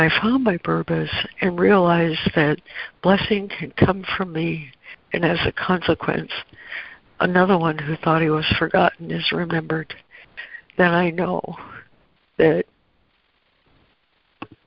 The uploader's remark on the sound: ACIM Daily Conference Call